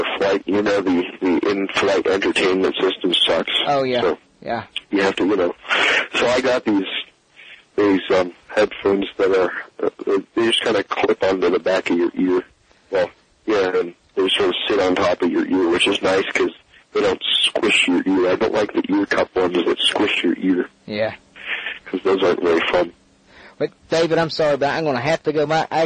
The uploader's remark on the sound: Phone interview.